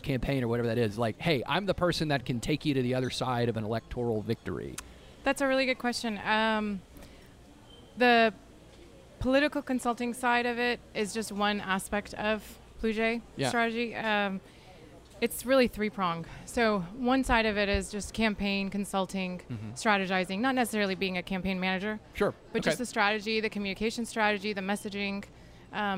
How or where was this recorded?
busy venue